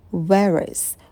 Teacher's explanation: Я соединяю слова, и звук «р» я произношу.